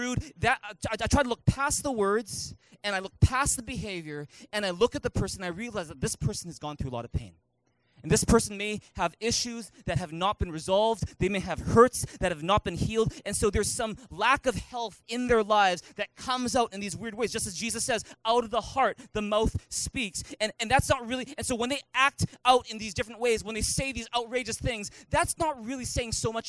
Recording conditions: large echoing room